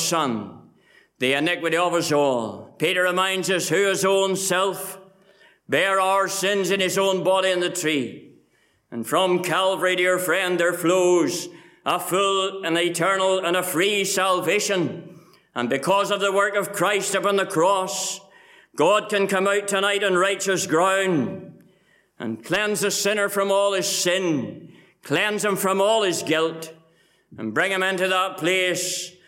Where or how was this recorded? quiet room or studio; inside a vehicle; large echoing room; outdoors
large echoing room